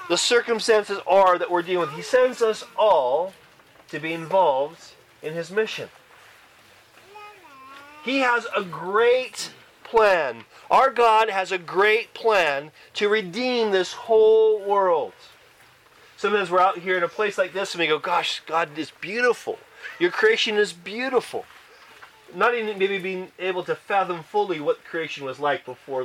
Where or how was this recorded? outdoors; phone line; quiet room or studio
outdoors